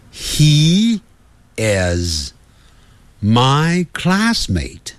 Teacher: He 是发长的元音，e 就跟衣服的 e 很接近